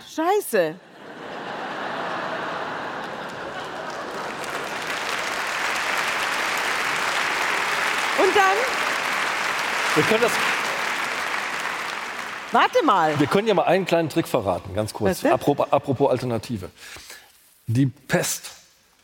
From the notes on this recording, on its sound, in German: bei einem Live-Auftritt in der Münchner Isarphilharmonie